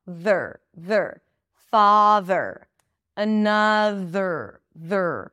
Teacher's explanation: you bring the tongue up for the TH, and you pull it in for the R. · Term: THR